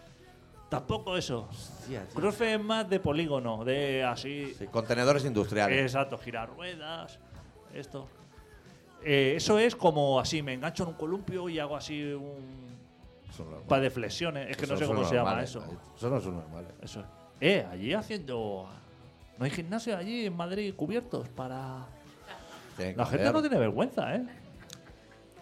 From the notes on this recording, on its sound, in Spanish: programa que grabamos en directo el pasado sábado, 9 de abril, en La Deskomunal